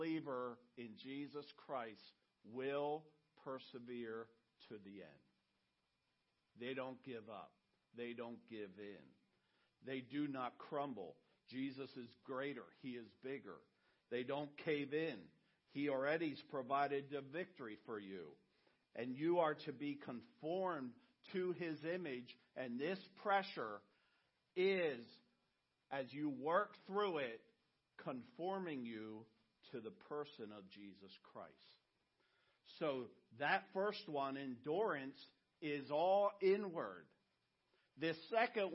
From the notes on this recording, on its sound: message he preached at Redeemer